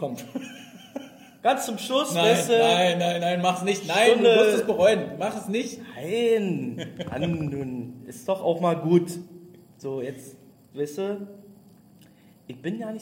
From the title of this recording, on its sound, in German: Der Livepodcast